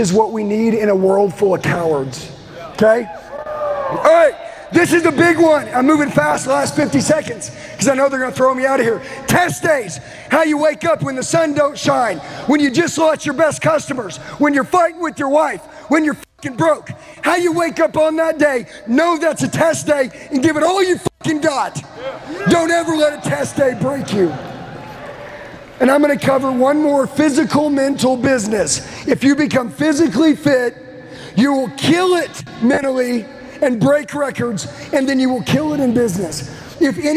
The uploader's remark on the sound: LIVE at the Limitless Conference in Salt Lake City. Delivers a powerful message to a live audience of thousands of entrepreneurs and business people.